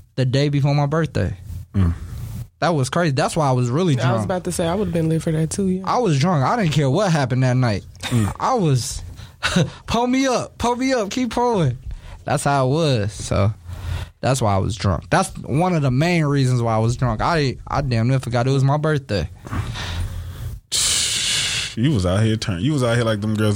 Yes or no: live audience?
no